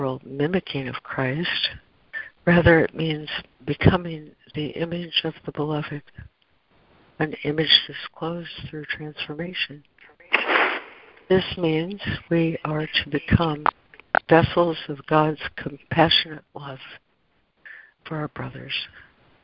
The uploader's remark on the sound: ACIM Daily Conference Call.